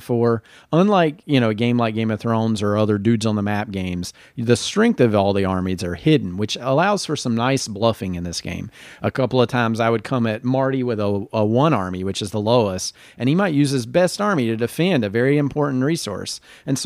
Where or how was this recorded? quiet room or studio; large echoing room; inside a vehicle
quiet room or studio